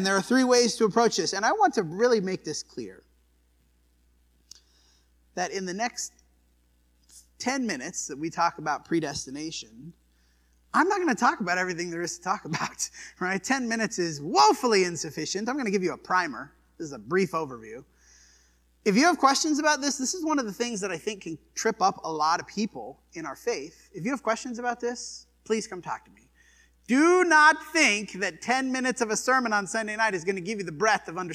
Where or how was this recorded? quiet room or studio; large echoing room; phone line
large echoing room